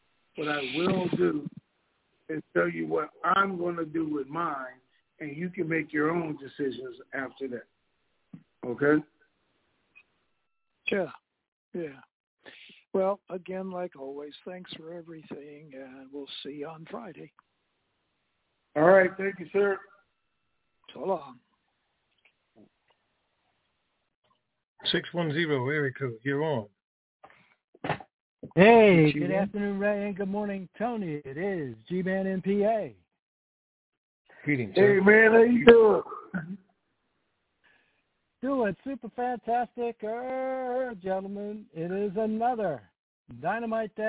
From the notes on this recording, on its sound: TNTSuperfantastic Conference Call